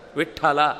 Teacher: ಆ ಠ ಅನ್ನುವ ಮಹಾಪ್ರಾಣ ಉಚ್ಚಾರ ಮಾಡುವಾಗಲೇ ಎದೆ ಮೇಲೊಂದು ಹೊಡೆದಾಗುತ್ತೆ